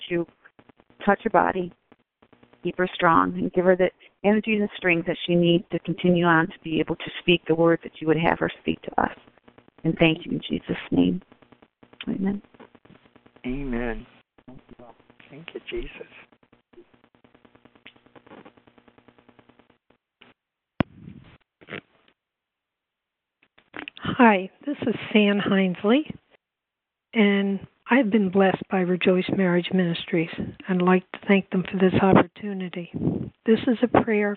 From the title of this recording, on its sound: CONFERENCE CALL